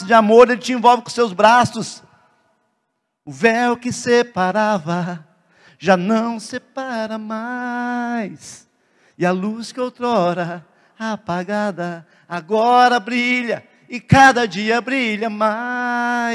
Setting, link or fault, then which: setting, large echoing room